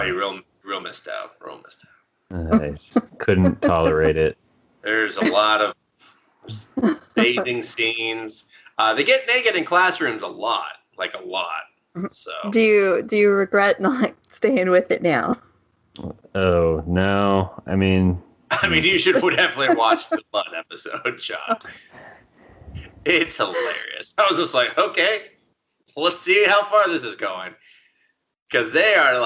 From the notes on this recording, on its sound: Due to a settings issue my mic sounds like horse shit yet again. This is going to be another shakey episode in terms of audio quality.